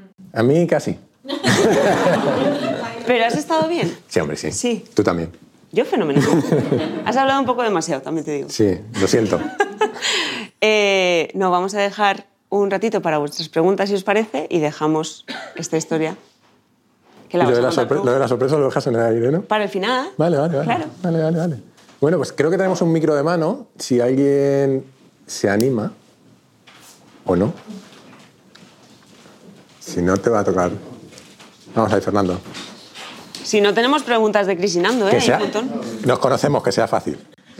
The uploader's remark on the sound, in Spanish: Grabación completa del evento de presentación de «La realidad no existe», con público